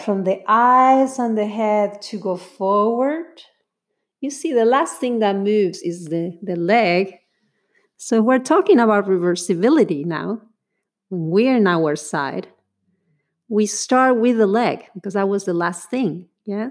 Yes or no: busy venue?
no